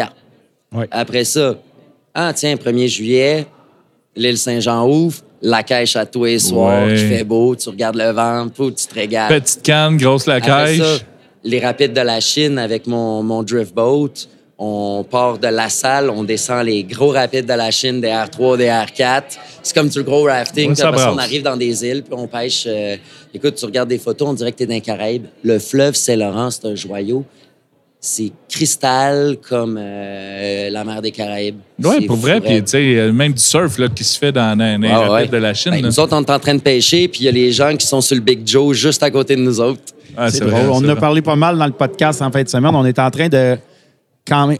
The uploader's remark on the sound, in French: Dernier de 4 podcasts enregistrés au salon de la pêche à la mouche de Trois-Rivières